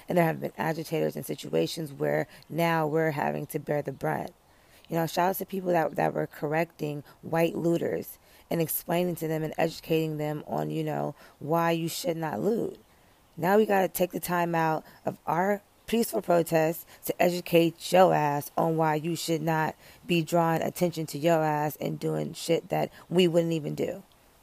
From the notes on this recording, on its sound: Live from the Peace of Outside